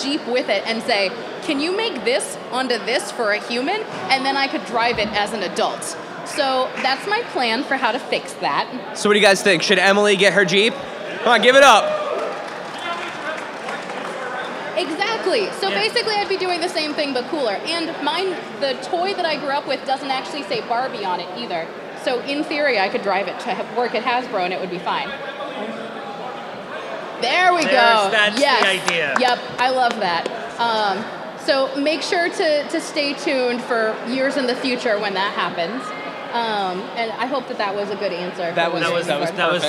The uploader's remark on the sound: We recorded our first ever live episode of the pod at Zapp Con. In this special LIVE edition of Adventures in Collecting.